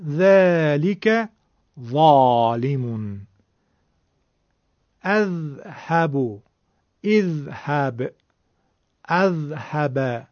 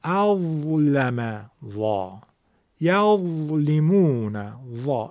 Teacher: هر چقدر حرف ذال نازکه، حرف ضا تفخیم و درشتی داره. برای همینم میتونیم بهش بگیم که حرف ضا ذال مفخمه، ذال درشته.